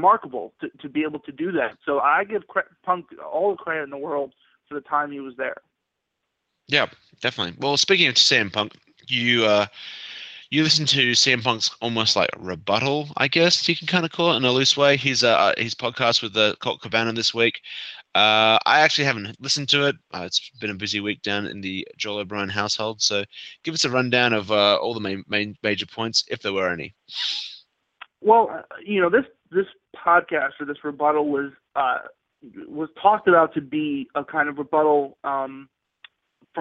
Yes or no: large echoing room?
no